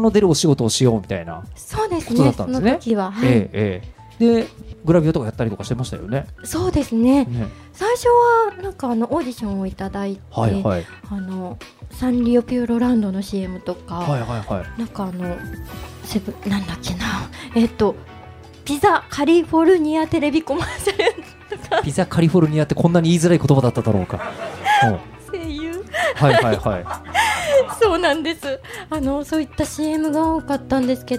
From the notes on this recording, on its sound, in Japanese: 実際にあるスナックをお借りして10月1日に公開収録を行っちゃいましたー！